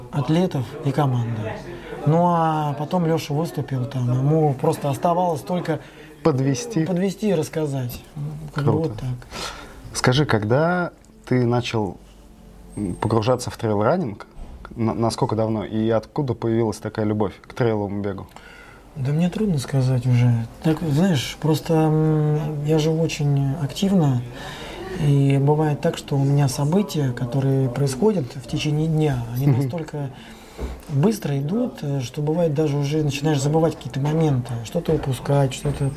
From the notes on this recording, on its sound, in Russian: Записывал Ростове, на Mad Fox Ultra.